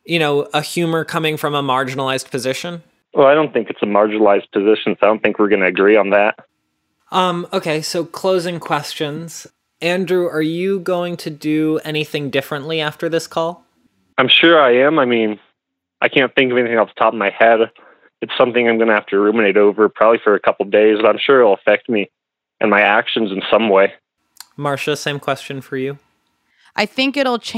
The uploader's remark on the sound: In this episode the two of them speak on the phone together for the first time.